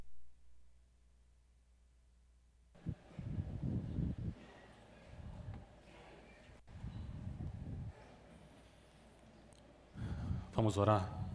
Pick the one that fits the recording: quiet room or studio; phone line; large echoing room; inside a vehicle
large echoing room